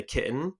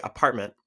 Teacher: the closure of the glottis actually forms that T sound versus us actually saying the letter T and making that sound · Term: glottal stop